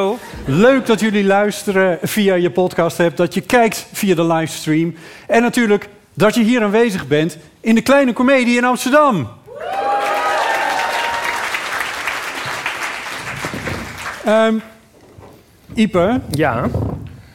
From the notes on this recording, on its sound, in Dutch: Live vanaf het podium van De Kleine Komedie in Amsterdam